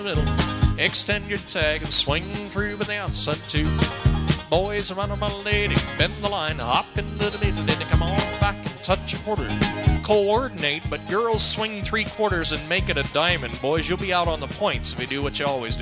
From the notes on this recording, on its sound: live dance recording